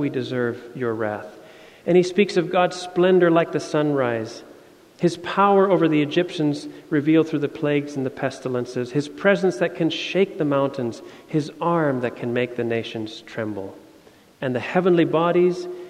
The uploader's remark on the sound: Sermon audio from FIBC Copenhagen, Sunday, October 23, 2016.